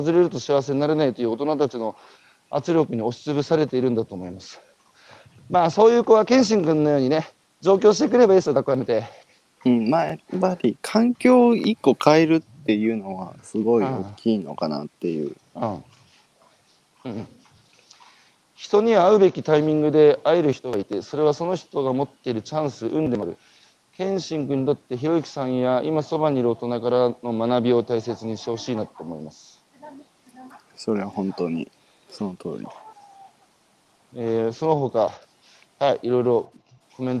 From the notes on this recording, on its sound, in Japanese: 歩くラジオ。歩きながら1時間、対談する。